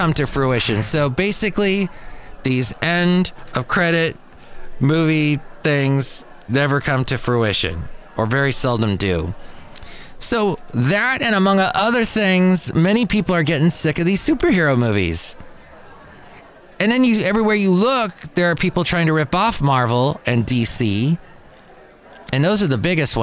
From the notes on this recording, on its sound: podcasts live from Café Anyway